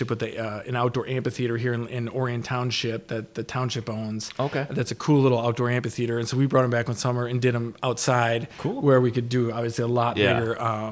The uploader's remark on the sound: We record or video live at the venue to give you a glimpse into the venue, too.